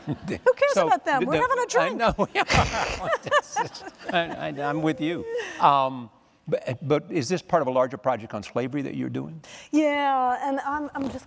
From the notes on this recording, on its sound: 92Y Talks. In front of a live audience at New York’s 92nd Street Y.